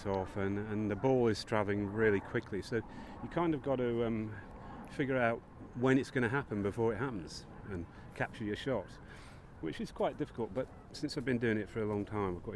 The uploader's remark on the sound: This week's episode comes live (ish) from the final of the Church Times Cricket Cup. We hear from the players, bishops, spectators, reporters, and others about this iconic C of E end-of-summer day out.